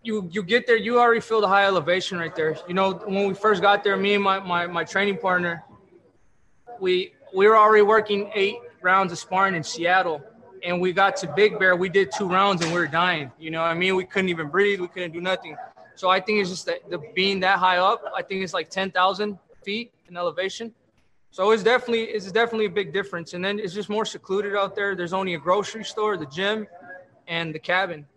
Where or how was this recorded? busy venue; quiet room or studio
busy venue